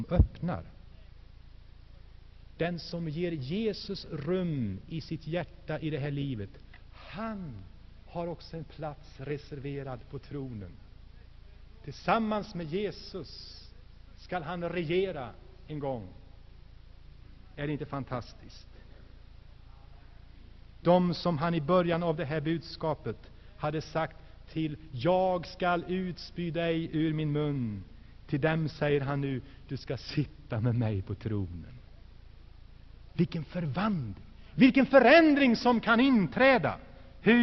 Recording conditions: large echoing room